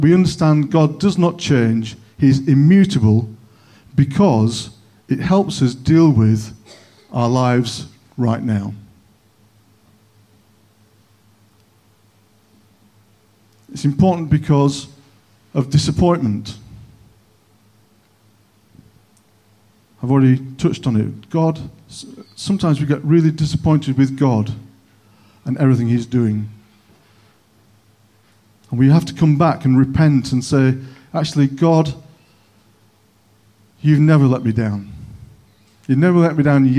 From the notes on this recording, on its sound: On 21st November 2021 at King's Church, Cockermouth. At King's Church, Cockermouth, as an audio file.